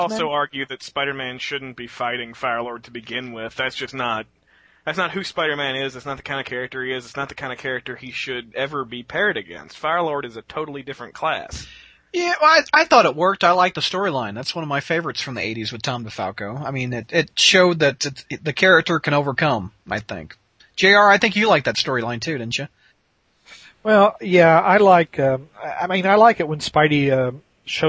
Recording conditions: phone line